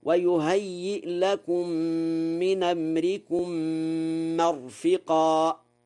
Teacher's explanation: نقل حركة الهمزة إلى الساكن قبلها في قوله من أمركم، فيقرأ هكذا: ويهيئ لكم من أمركم مرفقا.